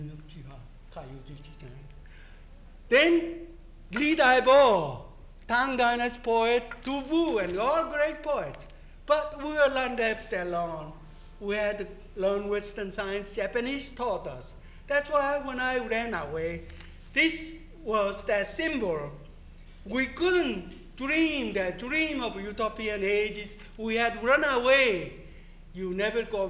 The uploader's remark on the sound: This is the sixth part of the third day of the World Translation Conference.